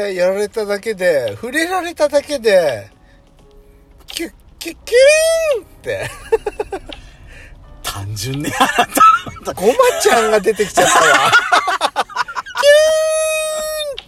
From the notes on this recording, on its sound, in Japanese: パーキング収録